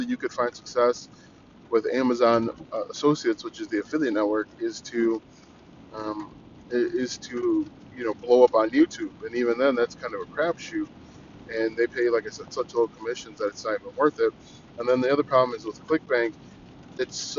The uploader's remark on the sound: I try podcasting from my car.